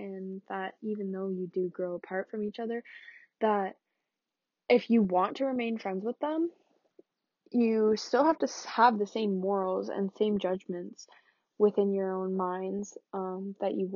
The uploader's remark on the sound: Sorry the quality this week isnt great, i recorded on a different platform